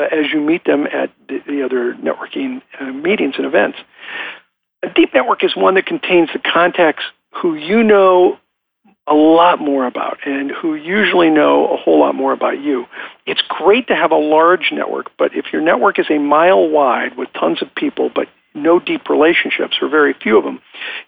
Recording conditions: phone line